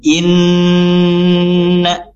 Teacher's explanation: nun bertasydid ditahan dengan dengung 2 sampai 3 harokat · Term: gunnah musyaddadah